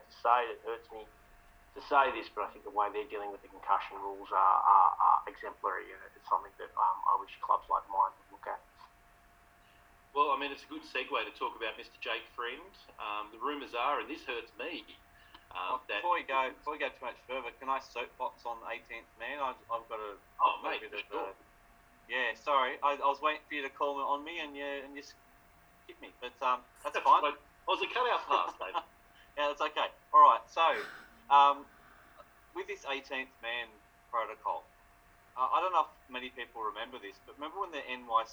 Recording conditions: video call